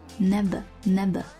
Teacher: never, never, V 和上排牙齿碰下唇